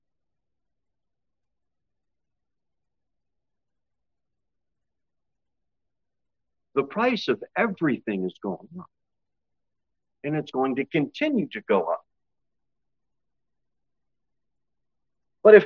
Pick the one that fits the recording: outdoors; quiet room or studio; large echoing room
large echoing room